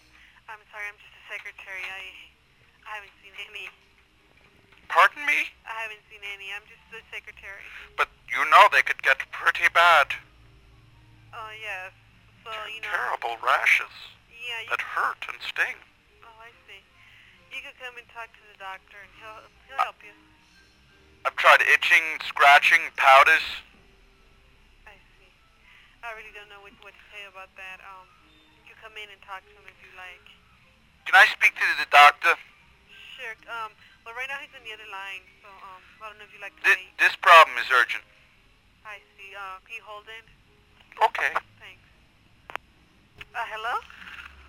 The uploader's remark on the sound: …'s Personal Prank Phone Calls Collection.